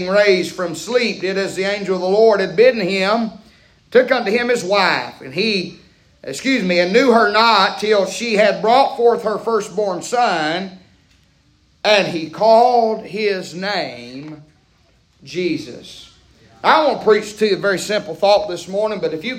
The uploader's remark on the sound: preaching Live from Still Water Baptist Church